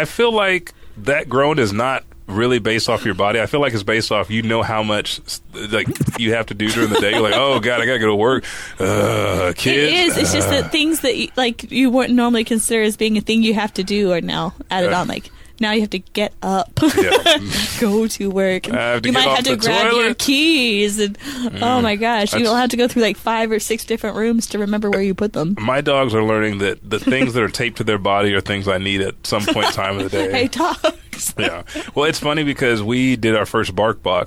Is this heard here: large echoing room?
no